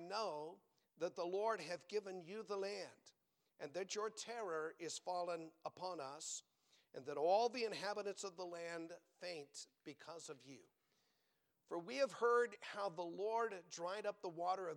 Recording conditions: large echoing room